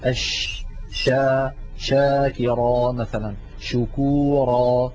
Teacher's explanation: التفشي هو انتشار صوت الشين من مخرجه حتى يصطدم بالصفحة الداخلية للأسنان العليا. والرسمة التي على الجهة اليمنى من اللوحة تبين كيف أن مبدأ صوت الشين هو من وسط اللسان، ثم يصطدم ذلك الصوت بالأسنان العليا من الداخل، فيحدث هذا الانتشار للصوت الذي يعطي الشين مذاقا خاصا وقوة في السمع.